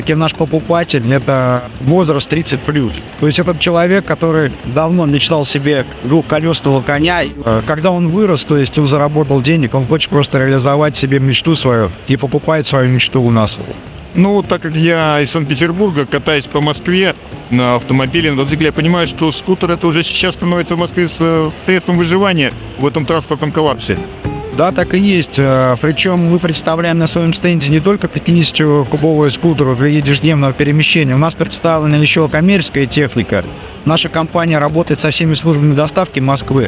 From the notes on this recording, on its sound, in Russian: Интервью на выставке Мотовесна 2023. Записано на выставке МОТОВЕСНА 2023 в Москве на Красной Пресне в период с 31 марта по 2 апреля в рамках серии репортажей с места событий.